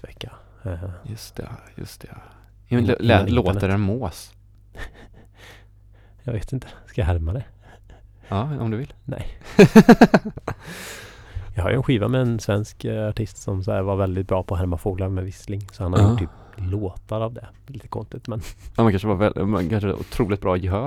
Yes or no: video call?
no